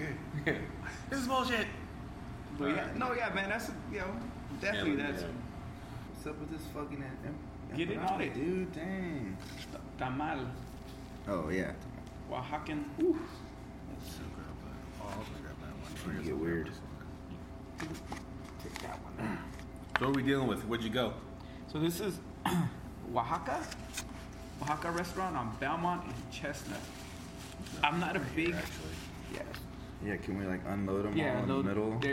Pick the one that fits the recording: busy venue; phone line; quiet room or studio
busy venue